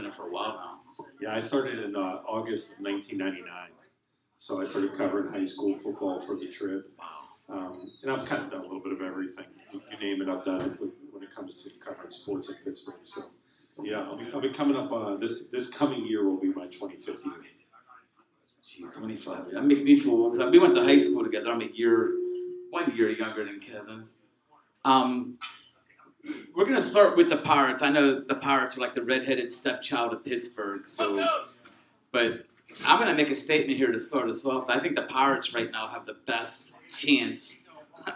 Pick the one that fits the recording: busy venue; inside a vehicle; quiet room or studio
busy venue